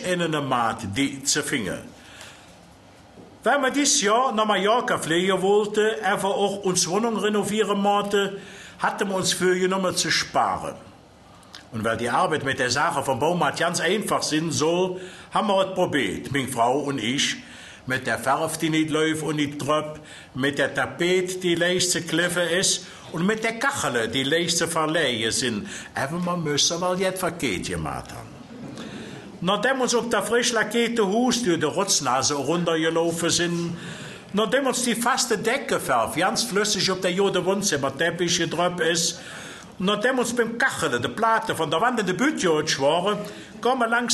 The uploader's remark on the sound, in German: Ein Großteil der vorliegenden Aufnahmen wurde "live" bei einer der letzten Lesungen vor seinem plötzlichen Tod im April 2004 mitgeschnitten. Die hörbare Begeisterung des Publikums für die kölsche Sprache.